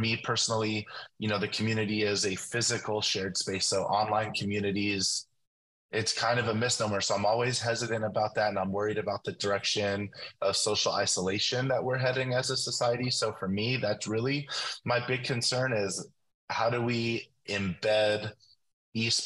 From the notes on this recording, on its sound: The podcast is recorded and produced with Soundtrap for Education, Zoom and Microsoft Teams.